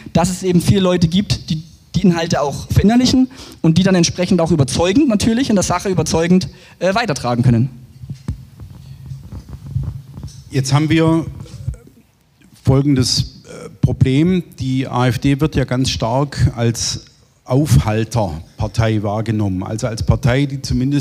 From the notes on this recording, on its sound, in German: Buchpräsentation. Auf dem IfS-Sommerfest 2023.